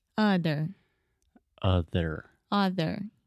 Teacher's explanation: This is the schwa sound, the very relaxed, lazy uh. Other. Other.